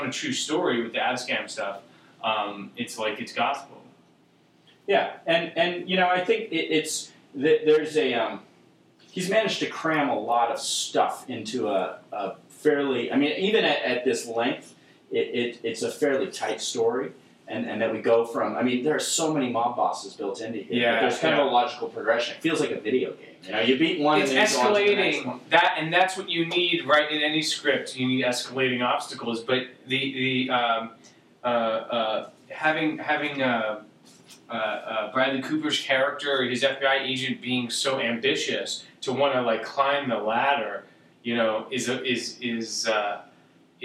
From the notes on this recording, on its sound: Apologies for some audio issues on this recording